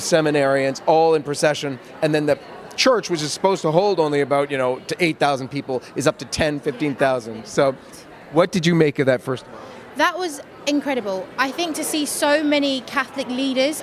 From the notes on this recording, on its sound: At the 2020 March for Life in Washington